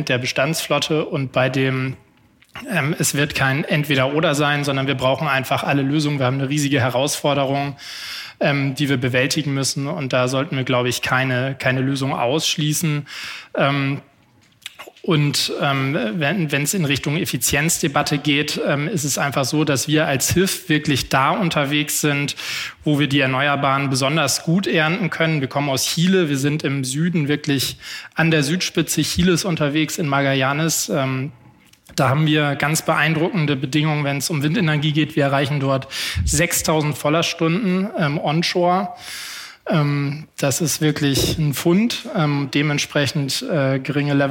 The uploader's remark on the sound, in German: Diesmal live vom Handelsblatt Wasserstoffgipfel in Salzgitter.